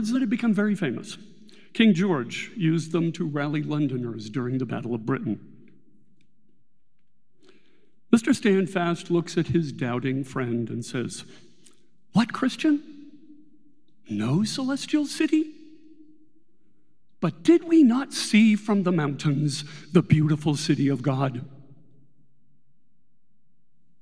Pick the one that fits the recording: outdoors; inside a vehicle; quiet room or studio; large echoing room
large echoing room